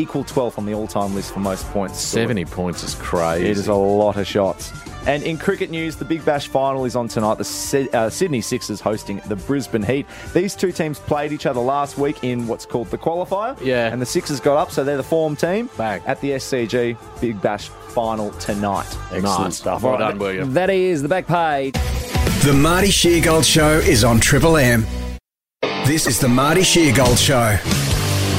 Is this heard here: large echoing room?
no